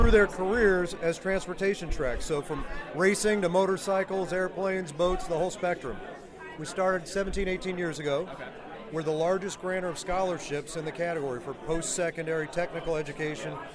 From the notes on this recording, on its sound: Acura Grand Prix of Long Beach Media Bullpen. The media bullpen was RIGHT next to the track, so the audio is a bit rough at points.